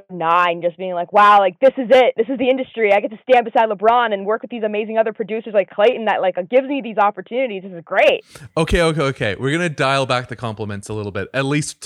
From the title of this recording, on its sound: On The Phone